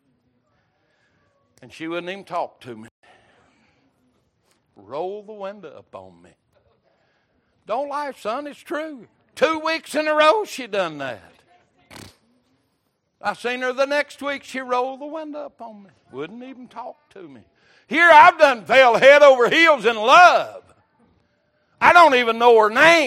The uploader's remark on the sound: Recorded March 22, 2023 - Wednesday Evening Service